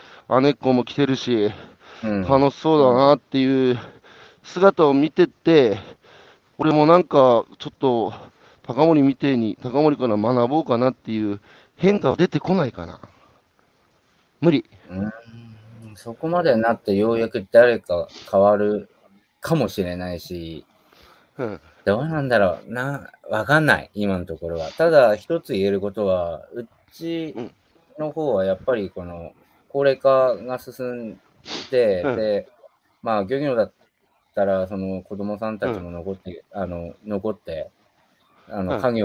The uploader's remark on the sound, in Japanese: 歩きながら1時間、対談する